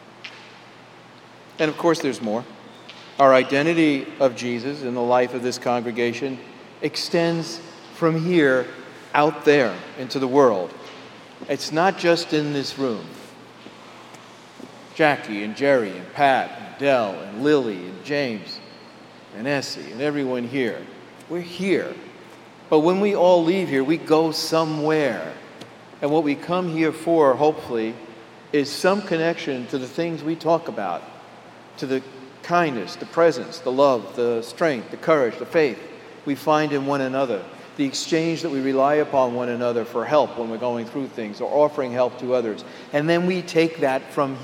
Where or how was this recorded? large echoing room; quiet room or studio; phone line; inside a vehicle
large echoing room